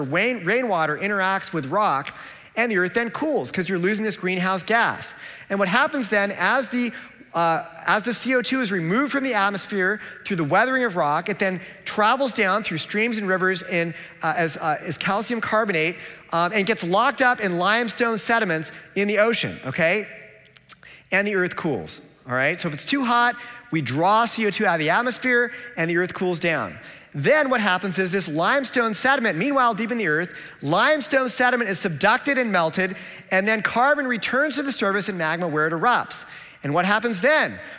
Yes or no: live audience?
yes